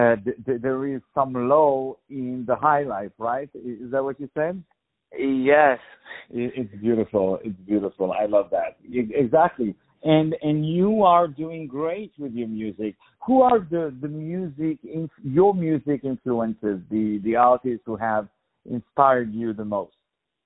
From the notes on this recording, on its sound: On the phone